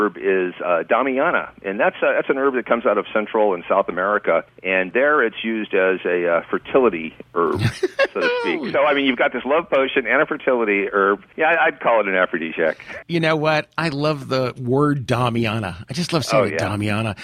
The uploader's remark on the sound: Recorded the prior week at WineSong 2016, we saved this extra-special interview for this week because it about a lot more than WineSong. In this phone conversation.